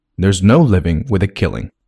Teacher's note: Living 和 killing 都是名词要重读。